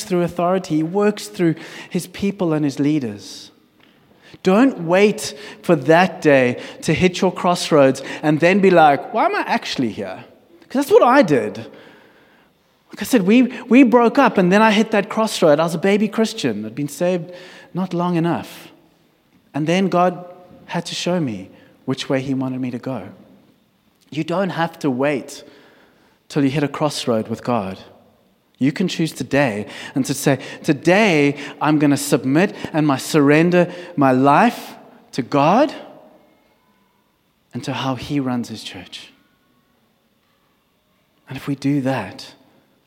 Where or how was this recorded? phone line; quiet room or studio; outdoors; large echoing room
large echoing room